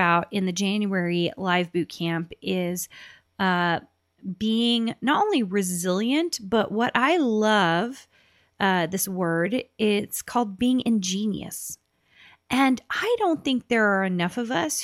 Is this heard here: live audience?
no